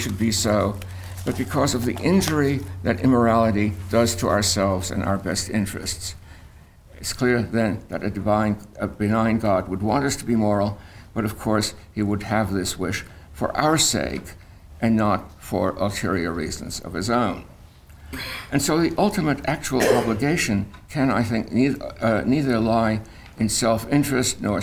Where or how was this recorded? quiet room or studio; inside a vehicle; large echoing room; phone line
large echoing room